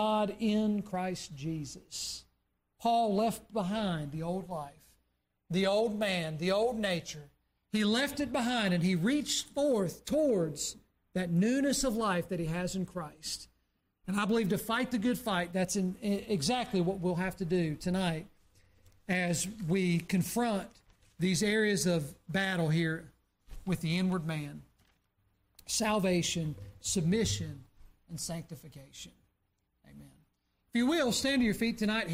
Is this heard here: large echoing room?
yes